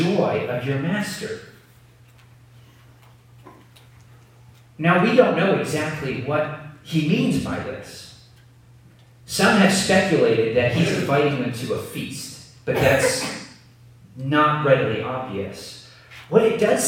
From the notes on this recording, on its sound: Please excuse the poor audio quality.